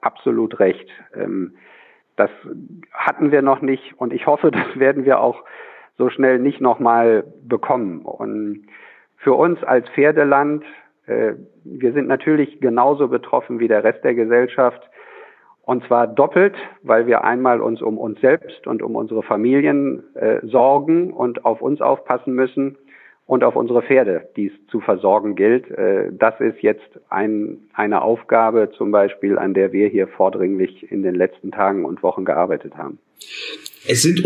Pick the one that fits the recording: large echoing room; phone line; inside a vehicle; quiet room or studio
phone line